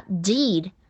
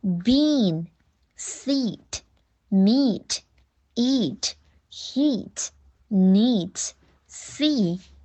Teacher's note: 长音的“一”也是从嗓子里发出来的，但是你要长长地、重点地去发它